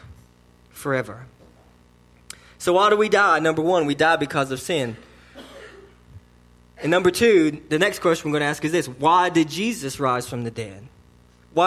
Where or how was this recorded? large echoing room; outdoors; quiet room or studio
large echoing room